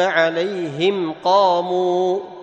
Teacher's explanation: ميم ساكن عند القاف، إظهار شفوي